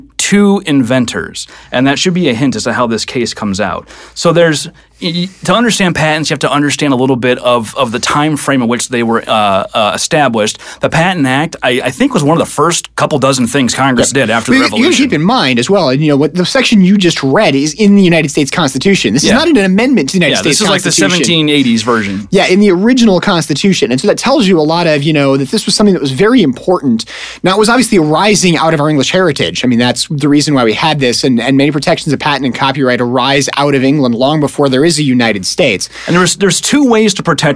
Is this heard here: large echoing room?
no